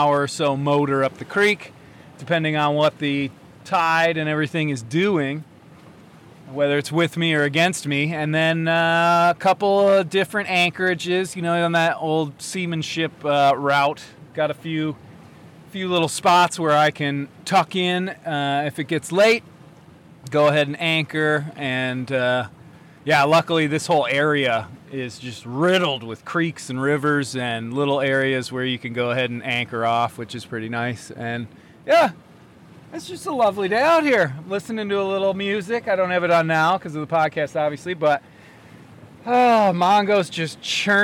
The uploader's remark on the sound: Intracoastal Passage from Oriental NC-Belhaven NC. I figured I would do a little recording will in transit through the Intracoastal. Sparrow is a blue water boat.